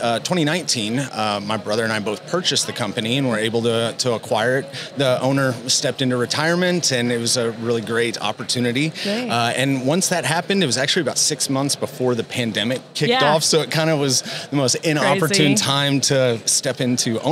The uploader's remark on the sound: NATDA Live Episode. Episode recorded at NATDA.